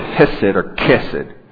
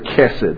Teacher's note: It's hard to say in English. It's kind of a guttural sound, almost like you're clearing your throat. So I'm just going to say kesed, although some would say hesed.